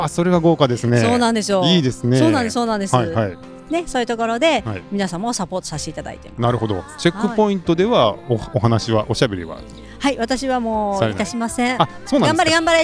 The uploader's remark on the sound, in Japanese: スタート会場から皆さんの声をお届けします！